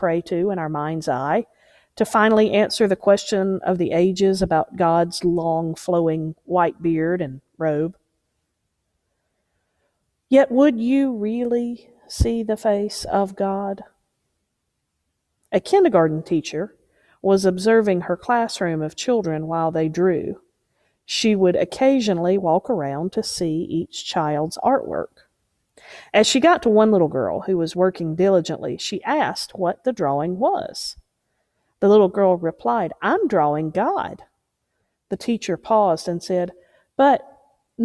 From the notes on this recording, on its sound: Preached at Unity Moravian Church